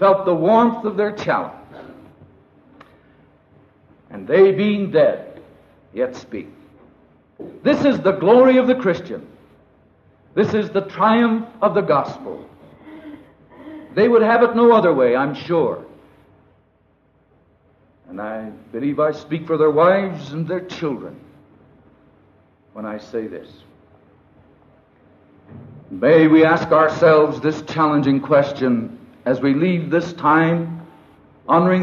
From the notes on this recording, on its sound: This recording is of the memorial service. It was originally aired on "The Back Home Hour" program of the missionary radio station HCJB (Hoy Cristo Jesús Bendice) in Quito, Ecuador.